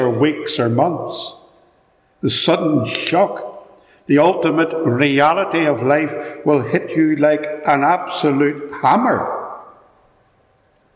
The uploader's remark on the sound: Recorded at Ballymacashon - so apologies for the echo!